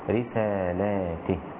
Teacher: قرأ شعبة الله أعلم حيث يجعل رسالاته، هكذا بالجمع وكسر التاء ويصير النطق بها هكذا رسالاته.